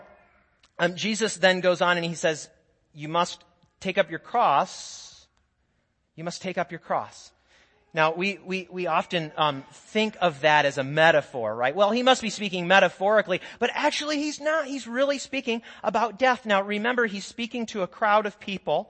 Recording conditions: large echoing room